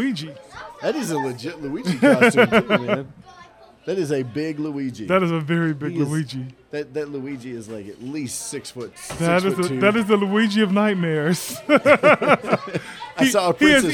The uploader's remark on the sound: Live from Covington Comic Con